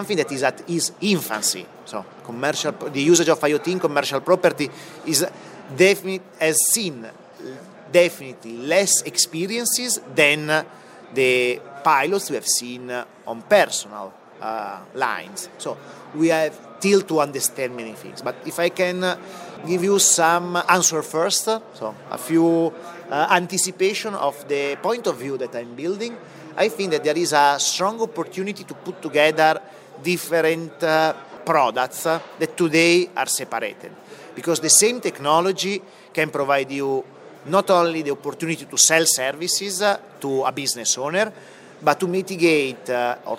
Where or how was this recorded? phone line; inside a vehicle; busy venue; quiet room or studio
busy venue